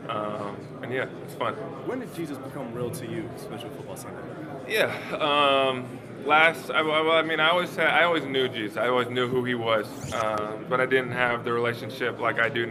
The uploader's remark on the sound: Live from Super Bowl LII in Minneapolis